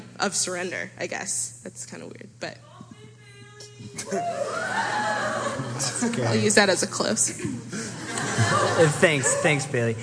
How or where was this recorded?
live audience